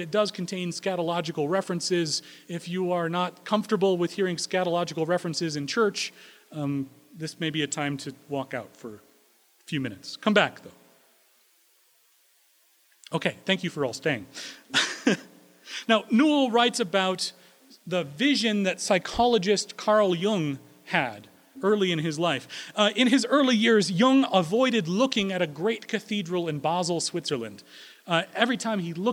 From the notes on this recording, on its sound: Recorded April 3, 2016 at Corona United Presbyterian Church